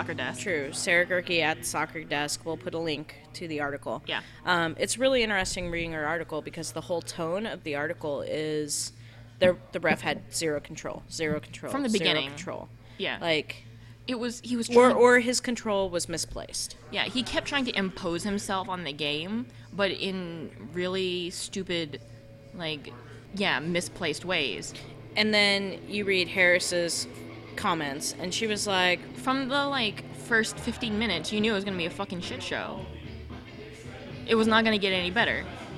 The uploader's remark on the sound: We're live! We recorded in the same bar for the first time since the first episode.